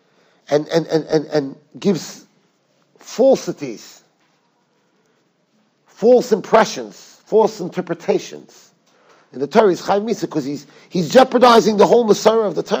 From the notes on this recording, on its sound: Shiur recorded in Yeshivas Ohr Reuven, Monsey, NY.